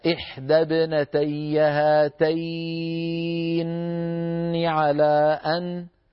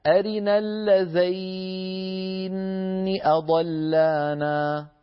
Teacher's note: قرأ ابن كثير المكي بتشديد النون من قوله تعالى هاتين واللذين، فعلى قراءته يكون سكون النون الأولى لازما.